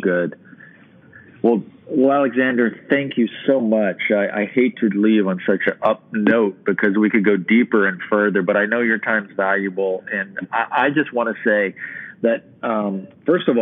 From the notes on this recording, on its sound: I do a phone interview